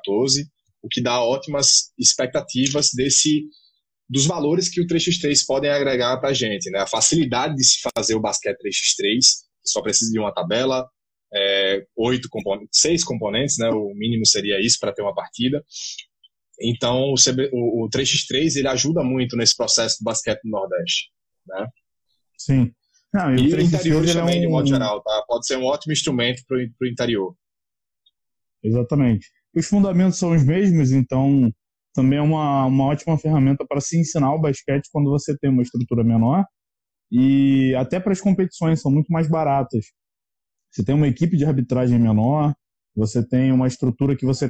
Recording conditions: video call